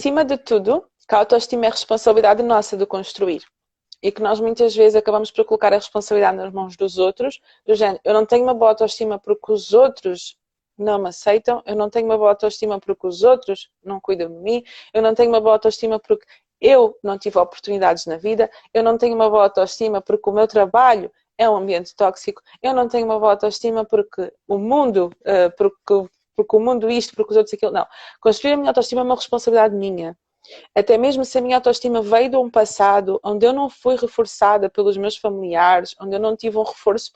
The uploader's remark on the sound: LiveInstagram